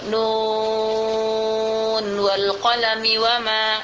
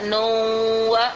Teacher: Jadi nun sudah jelas, yaitu nun mati. Jadi di saat itu kita tidak boleh menidghamkan nun itu ke waw. · Shown in: first take